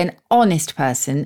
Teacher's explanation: So, were we to say a honest person, we wouldn't need the an. But because we say an honest person and the H is silent, we put an an into it.